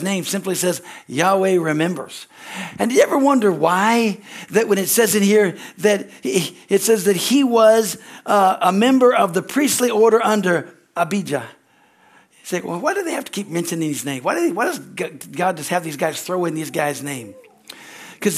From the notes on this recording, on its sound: from the Sunday service on December 3, 2023 at Harvest Bible Church in Stockton, CA.